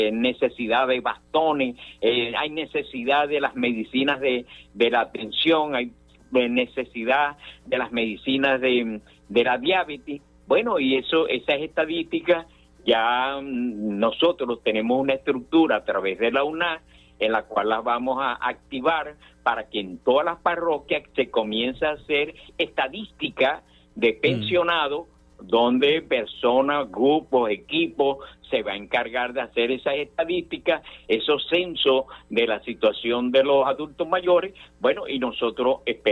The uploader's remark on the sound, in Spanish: sostuvimos una charla telefónica